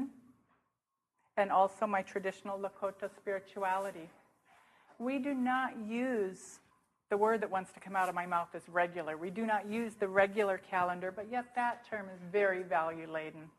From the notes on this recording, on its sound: speaking at the Fourth International Interdisciplinary Conference on Clinical Supervision, convened in Buffalo, NY, Spring 2008.